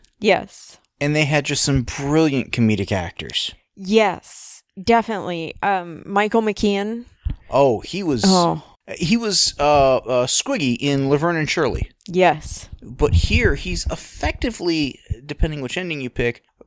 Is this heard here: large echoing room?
no